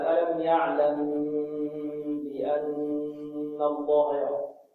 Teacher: هذا يسمى إخفاء شفوي. لماذا؟ يخرج الميم والباء الشفوي. ننطقها هكذا: ألم يعلم بأن الله يرى.